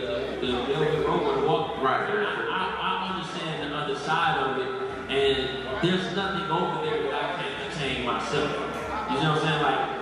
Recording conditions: live audience